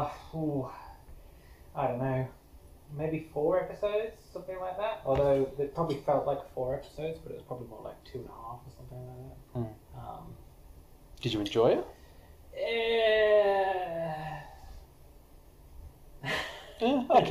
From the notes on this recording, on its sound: This episode was an experiment, the audio quality and post production improve dramatically over the following few episodes